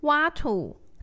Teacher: t 为较小声且时间较短的声母， u 和 a 为较大声的韵母